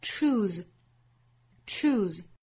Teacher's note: 它尾部的 SE 应该读浊辅音